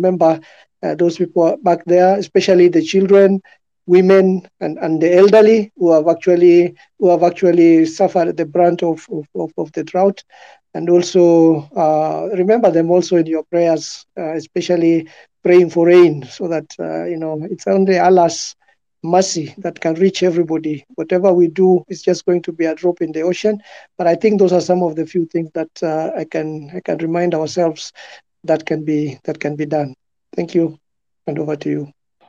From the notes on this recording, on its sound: Recorded on 2nd October 2021 on Twitter Space.